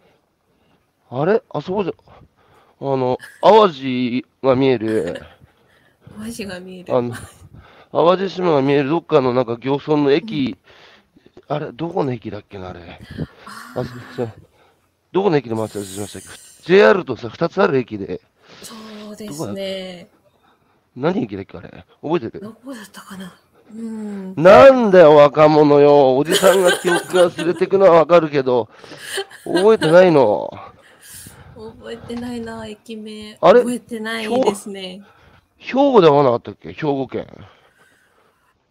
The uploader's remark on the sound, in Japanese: 歩きながら1時間、対談する